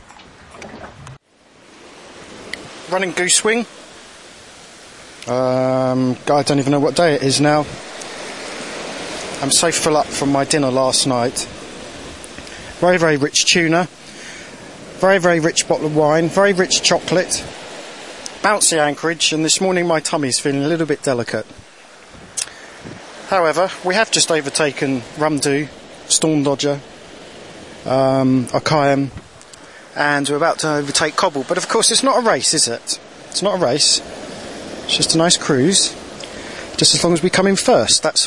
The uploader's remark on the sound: This is the second of two 20 minute podcasts recorded as we transited out from the canal and into the Gulf of Suez. If you've ever wondered what a Beaufort Force Seven (gusting eight) is like, we can now tell you.